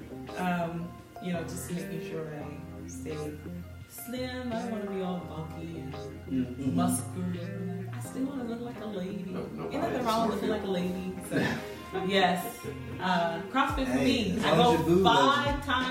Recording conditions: poor sound quality